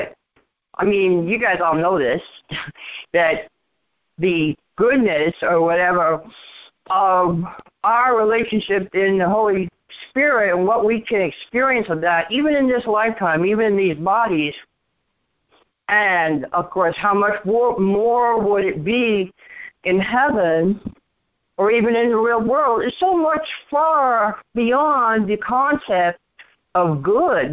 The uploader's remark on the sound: ACIM Daily TEXT Conference Call.